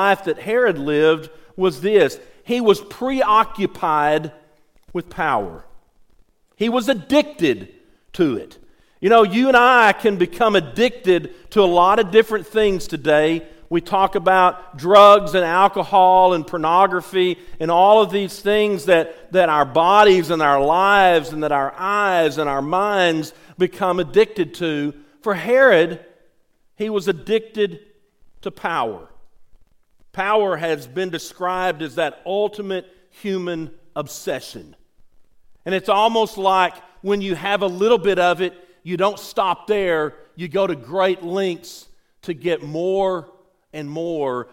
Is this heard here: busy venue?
no